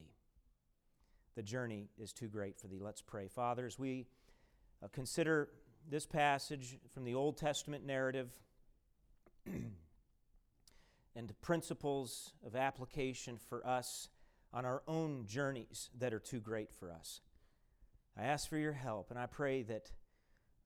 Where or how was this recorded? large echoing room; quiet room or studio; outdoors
large echoing room